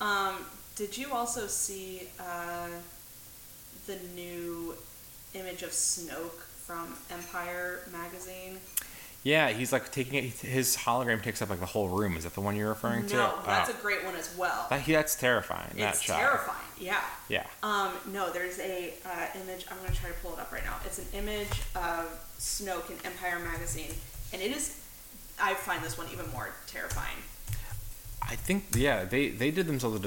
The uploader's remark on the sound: battling microphone technical difficulties